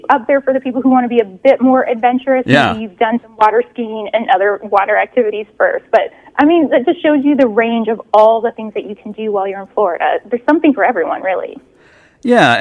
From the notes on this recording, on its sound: called